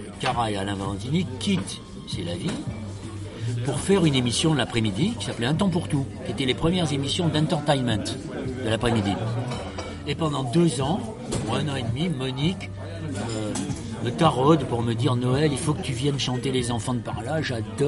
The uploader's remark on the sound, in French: Cette interview a été enregistrée le 9 novembre 2018 dans le café Fluctuat Nec Mergitur, place de la République à Paris.